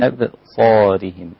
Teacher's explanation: لازم أحافظ على ترقيق الباء مع قلقلتها وبعدها صاد مفخم